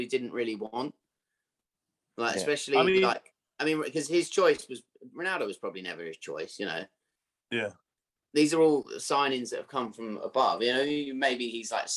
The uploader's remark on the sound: Welcome - this weeks podcast is over zoom as we didn't have a chance to get to the pub!